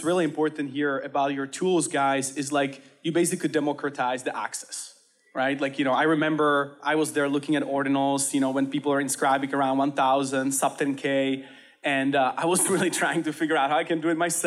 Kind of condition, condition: setting, busy venue